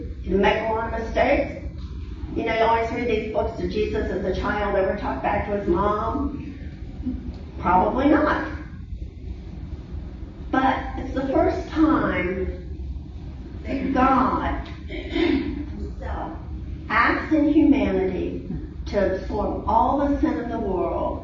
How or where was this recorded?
large echoing room